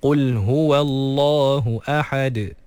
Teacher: kena pastikan lepas ha fathah terus matikan dalam huruf dal yang telah disukunkan kerana waqaf